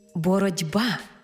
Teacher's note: дзвінкий приголосний «б» вплинув на попередній глухий «т» і зробив його дзвінким «д». Іншими словами, глухий «т» уподібнився під впливом дзвінкого «б» до «д». · Term: уподібнення